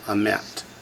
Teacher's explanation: the Shavah transfers the accent to the second syllable